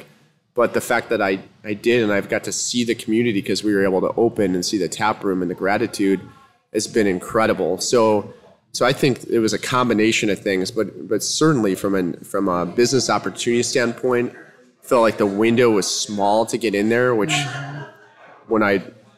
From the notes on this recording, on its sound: Today we’re sharing our first live podcast, from Naperville, Illinois